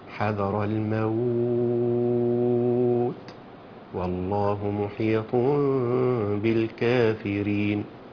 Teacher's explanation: قصرت في الكافرين، ده مد عارض، ومديت اطول في اللين العارض قلت الموت، فهنا مديت الاضعف وقصرت القوي